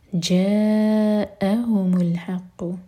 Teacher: حمزہ پر cut off sound مد متصل کے بعد حمزہ